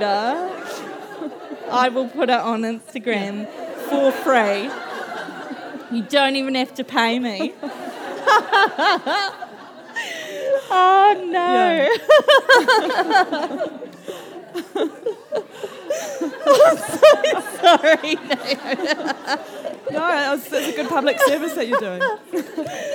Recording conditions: busy venue